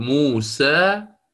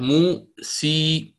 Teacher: الإمالة الكبرى، وتنحو بالألف إلى الياء · Shown in: second take